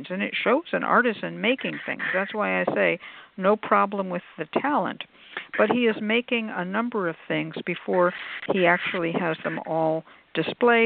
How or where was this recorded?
phone line